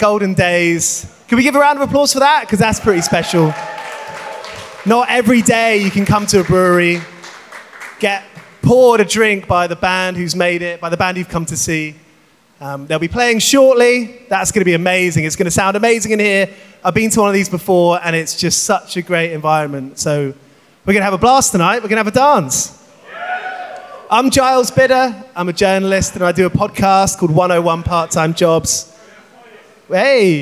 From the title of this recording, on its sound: Live from Signature Brew